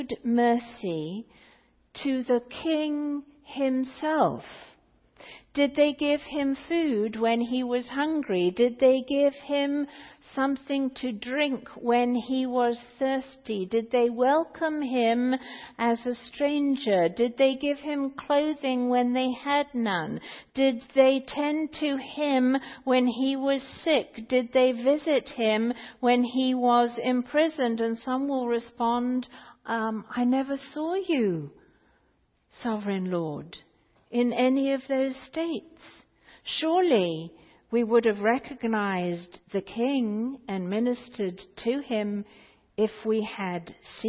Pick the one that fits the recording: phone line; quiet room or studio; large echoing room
large echoing room